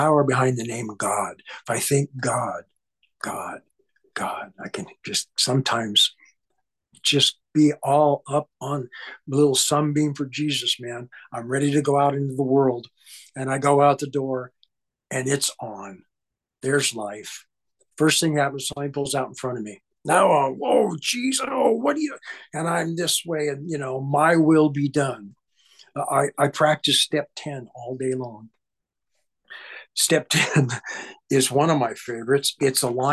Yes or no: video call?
yes